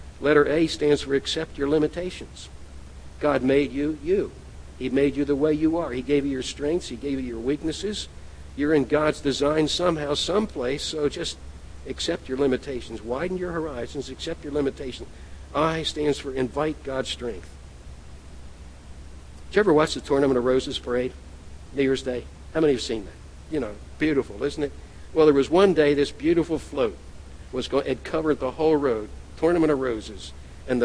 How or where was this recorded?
large echoing room